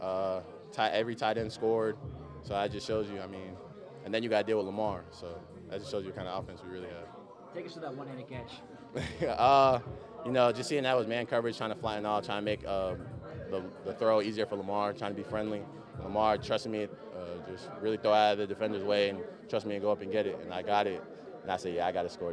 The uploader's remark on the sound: Postgame Press Conferences